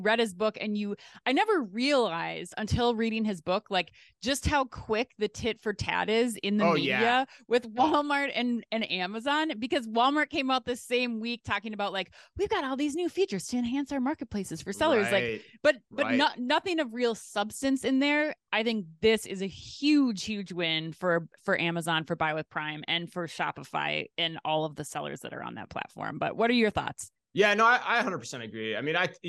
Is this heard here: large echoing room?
no